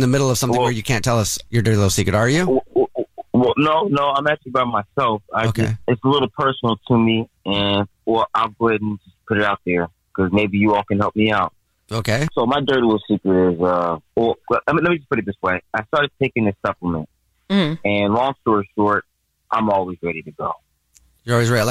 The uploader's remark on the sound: Give the caller an anonymous nickname so no one knows who they are. The man on the phone.